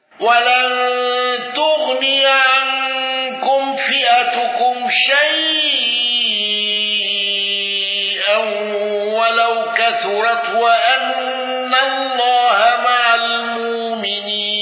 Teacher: الأزرق بالإشباع وتوسط شيئا وإبدال الهمز